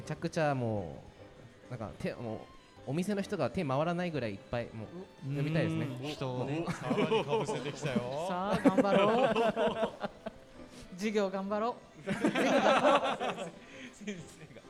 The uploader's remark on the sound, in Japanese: ガーデンズ千早1stアニバーサリーで、九州産業大学地域共創学部の学生によるワークショップを開催しました。今回学生によるMCで公開収録した模様をお届けします。